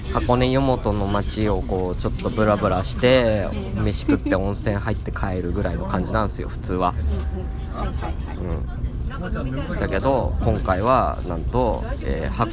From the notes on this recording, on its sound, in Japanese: 箱根日帰り旅。行きの電車の中です！